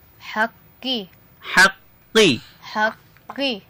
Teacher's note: তাজবীদের ভাষায় বলা হয় লাহানে জলি বলা হয় ভুল হবে এটাকে হাক একটু ভিতর থেকে বলতে হবে এইটার মাখরাজ হচ্ছে চার নম্বর মাখরাজ জিব্বার গোড়া তার বরাবর উপরে তালুর সঙ্গে · Term: কফ